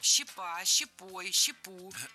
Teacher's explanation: Щепу – это неверно. Опять же, в единственном числе ударяем только окончание.